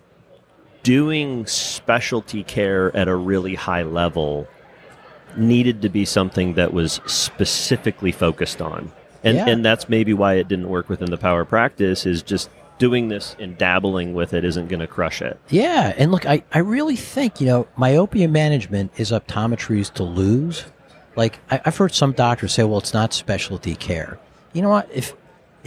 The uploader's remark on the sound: Recorded at Vision By Design